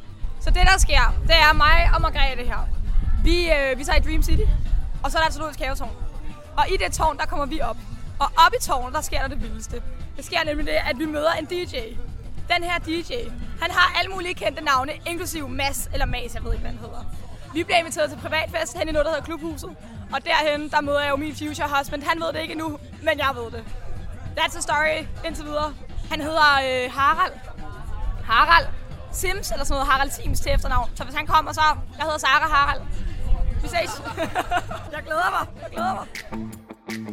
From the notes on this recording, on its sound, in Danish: Solen skinner om kap med kærligheden blandt gæsterne på Roskilde Festival.